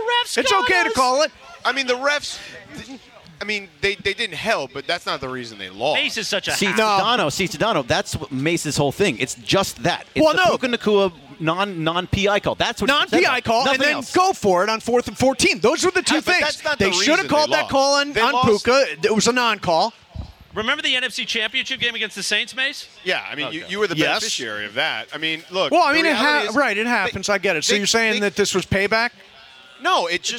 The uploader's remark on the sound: We’re LIVE from Yaamava Resort & Casino at The 909 Sports Bar!